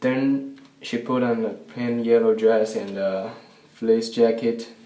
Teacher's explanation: he's saying den for then, so he's putting a D instead of that voice TH for the first word, then. And then jacket, not a big deal, but we generally don't pronounce that T with as much air when it's at the end of the word.